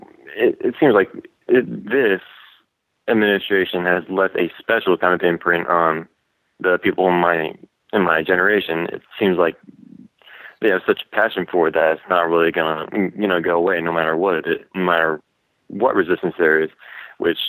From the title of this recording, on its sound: Call In Show